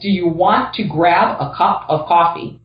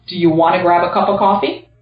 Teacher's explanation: That want to became wanna, and that cup of became cuppa · Shown in: second take